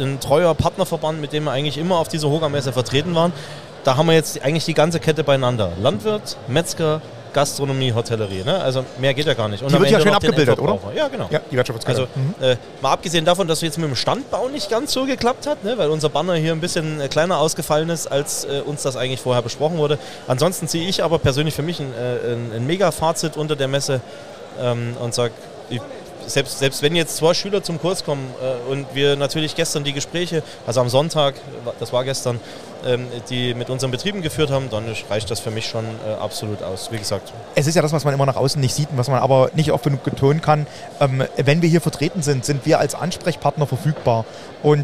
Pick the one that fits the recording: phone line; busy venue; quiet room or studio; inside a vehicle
busy venue